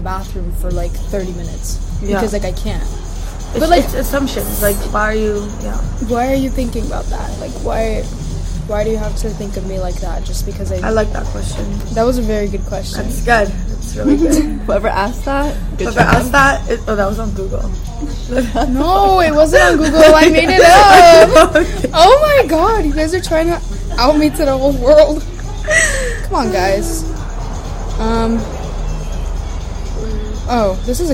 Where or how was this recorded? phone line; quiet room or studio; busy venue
busy venue